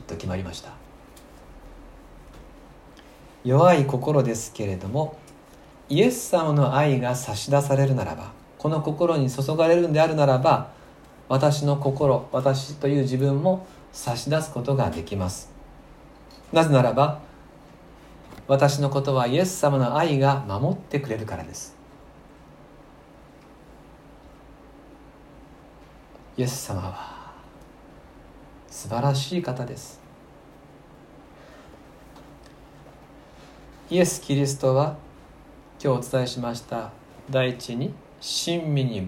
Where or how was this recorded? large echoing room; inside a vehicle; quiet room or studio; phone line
large echoing room